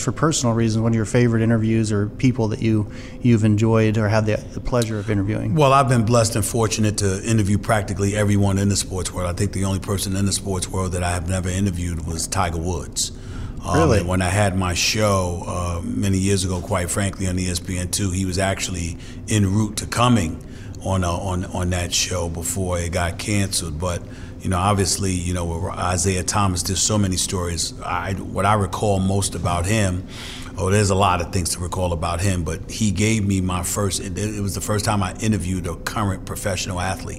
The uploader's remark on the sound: Live from the Pump Brothers Foundation Charity Gala.